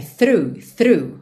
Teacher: Então já esquece esse final. O começo, TH, é aquele th, th, th, linguinha lá na frente, nos dentes da frente, e você já traz a língua para dentro da boca fazendo R